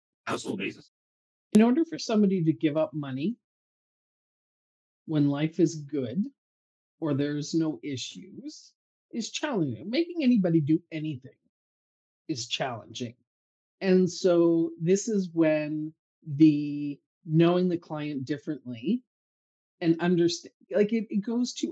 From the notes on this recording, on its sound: Our sincerest apologies for the audio quality of this episode. Despite our best efforts, technical challenges beyond our control resulted in less-than-ideal sound.